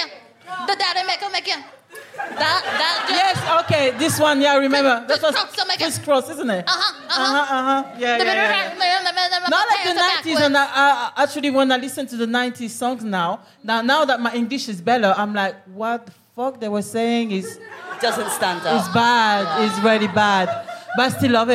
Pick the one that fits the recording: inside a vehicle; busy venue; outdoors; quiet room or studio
busy venue